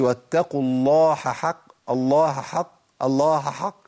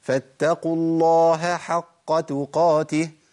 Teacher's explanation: ادي هاء عندي والتقت بحاء، طيب اعمل ايه؟ اوعى تضغمها في الحاء · Shown in: second take · Term: البيان